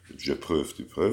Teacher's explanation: az egyes számban és a többes szám harmadik szemében az első szótagon van a hangsúly